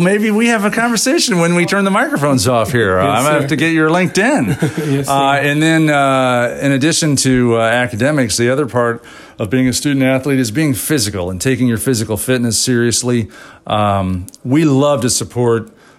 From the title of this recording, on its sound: Live from Murray State University